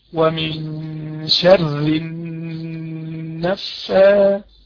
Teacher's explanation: تقدر تغن في النون غنة مستطالة